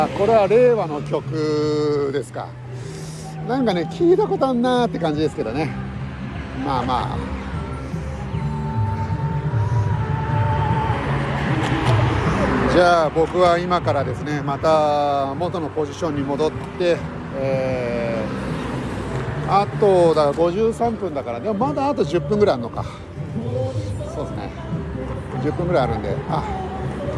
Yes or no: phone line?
no